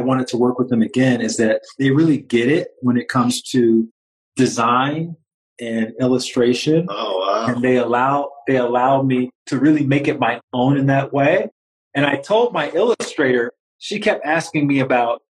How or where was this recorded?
video call